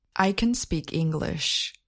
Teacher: Note that the content words, such as speak and English, are stressed. Note that the auxiliary verb can is not stressed.